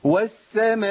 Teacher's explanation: نبص نلاقي فيه ترعيد لحرف المد